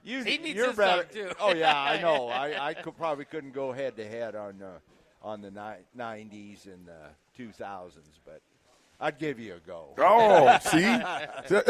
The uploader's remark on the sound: LIVE at Wingstop.